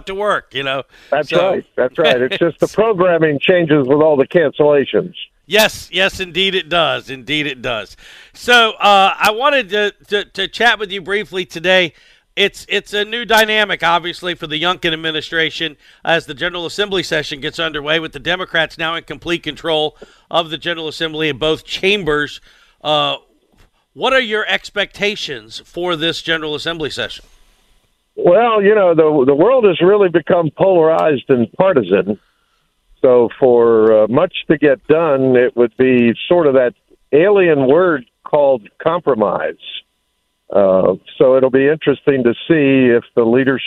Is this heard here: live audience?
no